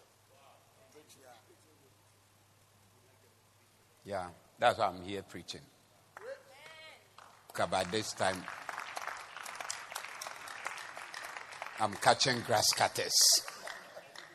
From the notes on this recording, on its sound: Preached at the Doxa Service 20082023